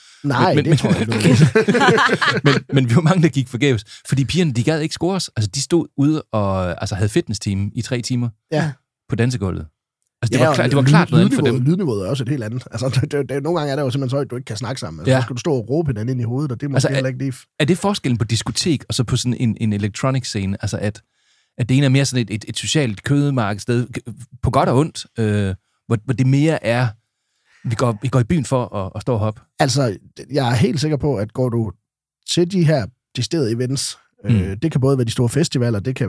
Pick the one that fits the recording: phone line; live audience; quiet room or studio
quiet room or studio